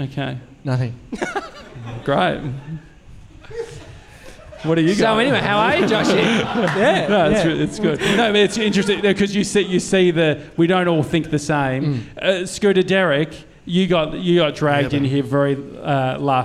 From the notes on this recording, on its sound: We're celebrating the episode 500 milestone with you gronks at a live show.